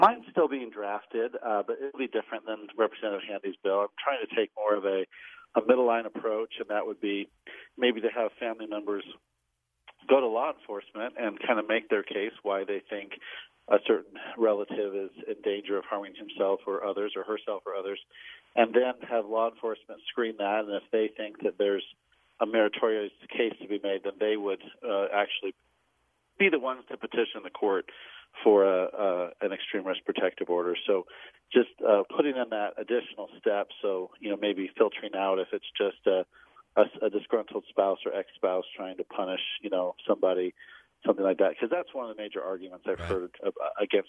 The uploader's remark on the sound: over the phone